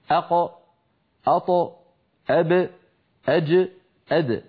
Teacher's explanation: ألا ينطقوا حروف القلقلة متأثرة، لا بفتحة ولا بضمة ولا بكسرة، بل مهتزة في مخارجها